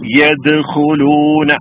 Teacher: നാസ് മുതൽ നമ്മൾ പഠിച്ചു വരുന്നു യദ്ഖുലൂന യദ്ഖുലൂന എന്നല്ല പാരായണം ചെയ്യേണ്ടത് യദ്ഖുലൂന ആ ദാല് വെളിവായി തന്നെ പറയണം യദ്ഖുലൂന കാരണം ദാല് കൽക്കലത്തിന്റെ അക്ഷരമാണ് കുത്തുബ് ജദ് എന്ന അഞ്ചക്ഷരങ്ങളിൽ പെട്ട അക്ഷരമാണ് ദാല് അതുകൊണ്ട് വെളിവാക്കി പറയണം യദ്ഖുലൂന